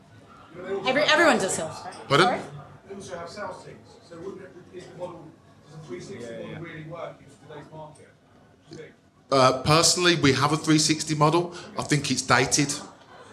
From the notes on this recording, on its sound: We hosted the very FIRST Recruitment Rollercoaster LIVE event in London. I was slightly worried about the audio being good enough quality to share as an episode however it has come out great. A brilliant panel discussion.